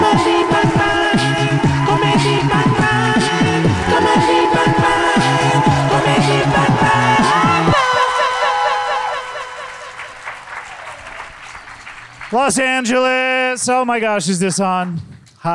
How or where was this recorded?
live audience